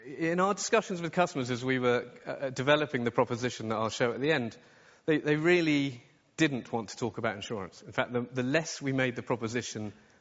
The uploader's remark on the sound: From our 2017 conference Insurance Innovators Summit